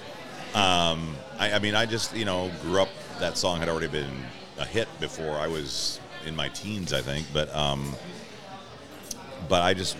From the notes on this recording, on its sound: Recorded at Murphy's Pub on 45th in Wallingford!